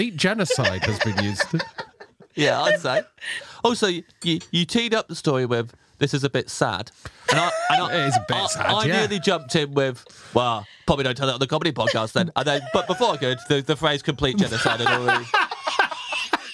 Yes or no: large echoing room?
no